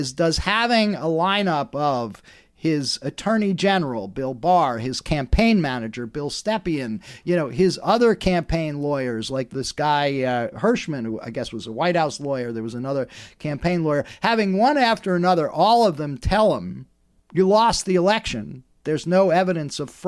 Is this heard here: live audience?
no